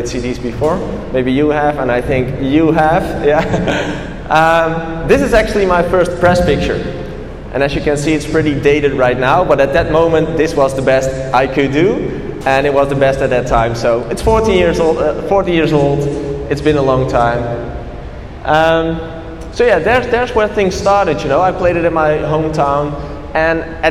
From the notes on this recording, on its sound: A Keynote At Wired Music Week In Kuala Lumpur. This is the recording of my first international keynote in Kuala Lumpur.